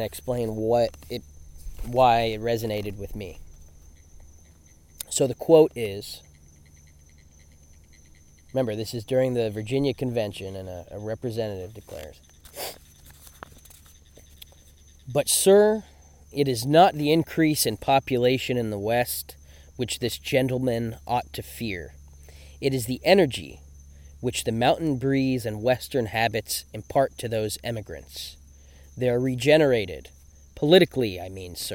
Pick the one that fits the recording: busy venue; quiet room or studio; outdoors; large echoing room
outdoors